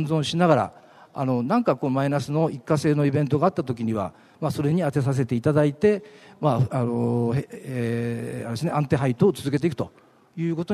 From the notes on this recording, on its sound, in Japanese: ２月２０日に東京証券取引所で開催した「J-REITファン2016」に登壇したユナイテッド・アーバン投資法人のIRセミナーをダイジェスト版でお送りします。